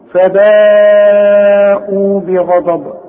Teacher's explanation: لازم تمدني الكلمة دي او هذا الحرف اربع حركات، لان المد والهمزة في كلمة واحدة . فباءوا بغضب، بغضب تنوين وبعده عين، العين من حروف الابهار